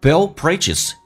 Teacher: D 不发音，这叫略音，后面是以辅音开头，前面的辅音不用发音